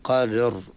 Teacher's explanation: Jadi terseret. Jadi cara dia nya letak ra tu di makhraj hujung lidah lah di langit.